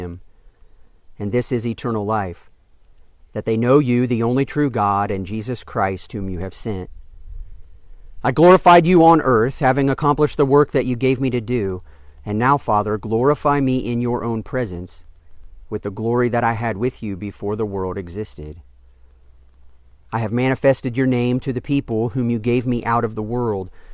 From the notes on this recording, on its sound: during an outdoor worship gathering